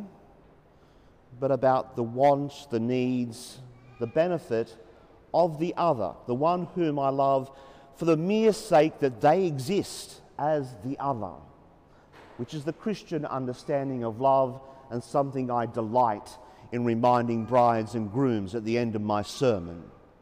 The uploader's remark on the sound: As preached during the 9.30am Mass at the Sacred Hamilton Cathedral, Hamilton.